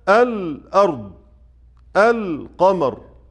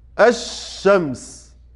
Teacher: أدغمت، راحت اللام، لم نسمع حرف اللام أبدا · Shown in: second take